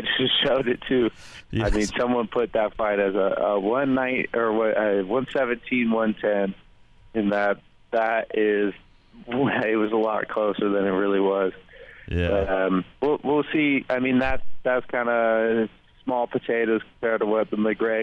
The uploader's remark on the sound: phones in from the City